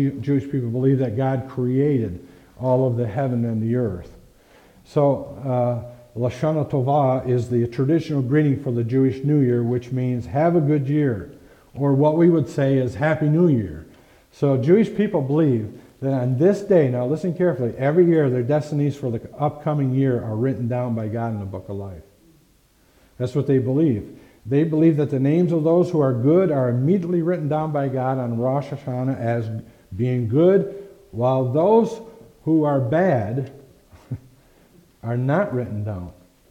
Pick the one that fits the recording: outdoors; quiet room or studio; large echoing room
large echoing room